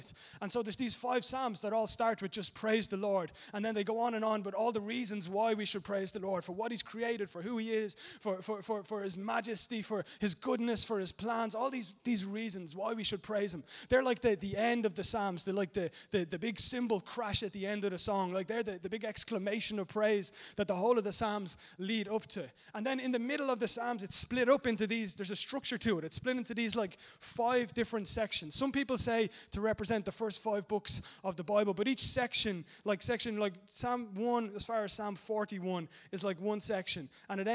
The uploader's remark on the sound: Recorded live at Liberty Church on 24th March 2019